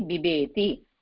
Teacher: अत्र अल्पप्राण बा अपि अस्ति, महाप्राण बा अपि अस्ति, बिबेति इति भवति.